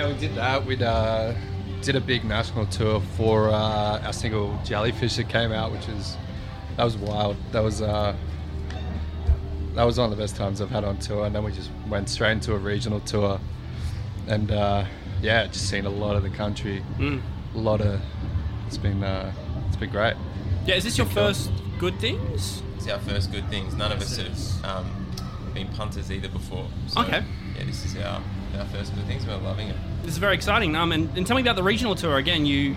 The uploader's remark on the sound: We go backstage at Good Things Festival in Sydney to chat with a bunch of the acts on the line-up.